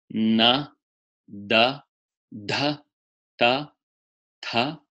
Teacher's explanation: Tip of the tongue on the teeth, touching enamel. It's got to be touching enamel or it won't sound right. · Term: dental row